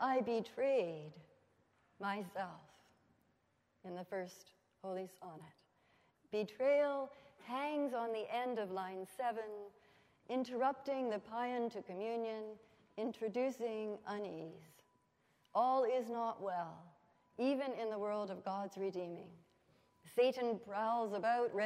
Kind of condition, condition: setting, large echoing room